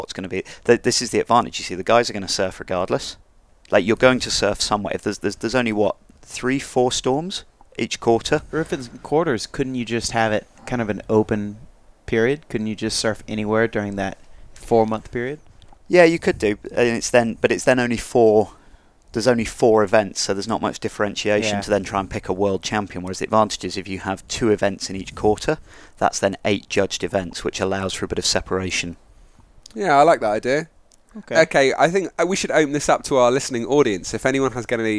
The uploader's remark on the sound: Recorded live from the beach in Nicaragua.